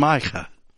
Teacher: It's the back of the throat K instead of the front of the mouth K.